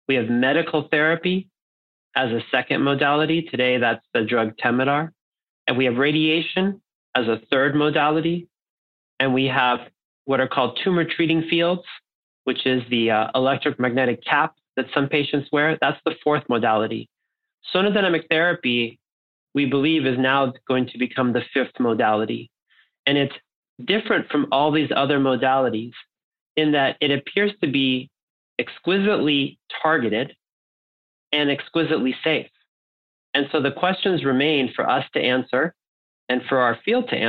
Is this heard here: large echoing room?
no